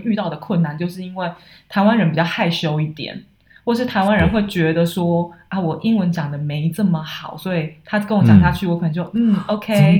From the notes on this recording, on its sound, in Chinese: 在他六嬸婆家錄音，錄音品質較差，請大家見諒。